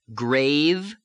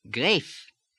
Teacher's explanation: The first voiced fricative is v, and we have here grave, and it becomes an F.